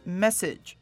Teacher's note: 那 message 的 a 它很特别是有点念成短母音 it it 合起来的话就是 message 那个 a 也可能弱化成 schwa 就会念成 message message fantastic 那现在我们来看到单字吧。今天的第一个单字有点长，就是 complication。